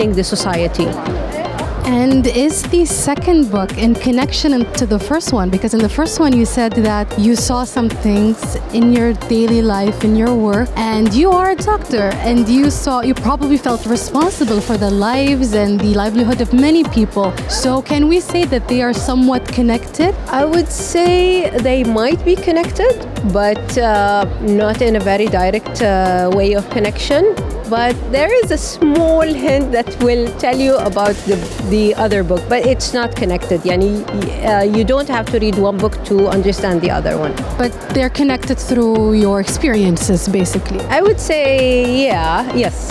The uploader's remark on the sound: Live from SIBF 2022